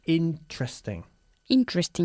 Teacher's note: We pronounce it omitting the first E, okay? So it's interesting.